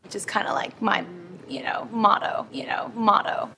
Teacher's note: Forskere mener at unge jenter er i ferd med å tilegne seg en egen måte å snakke på, med en hes, knirkete stemme mot slutten av hver setning · Term: vocal fry